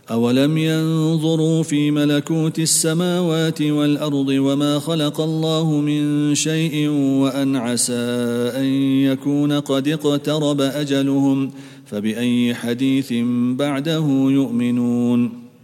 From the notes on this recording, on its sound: at the Houghton Masjid (West Street)